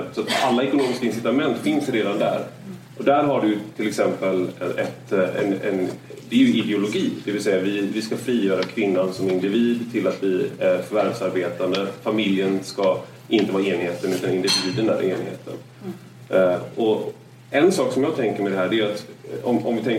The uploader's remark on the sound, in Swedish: Dagens avsnitt är den första delen av en inspelning från en lunch med ledarredaktionen som hölls på Playhouse teater.